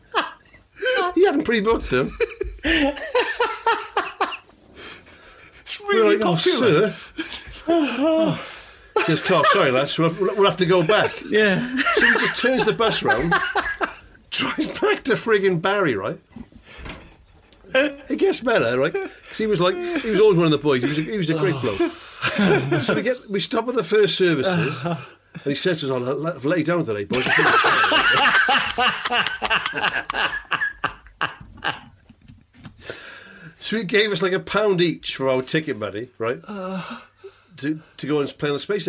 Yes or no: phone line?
no